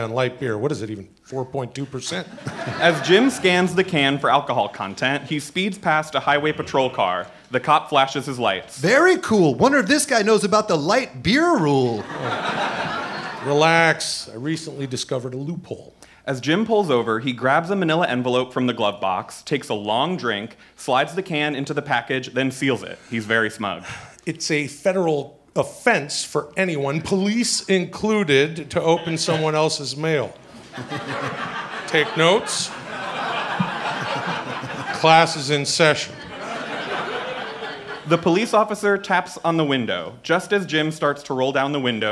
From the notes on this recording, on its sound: This is also the first pilot we recorded live since the pandemic began so you’re going to actually hear some real laughs!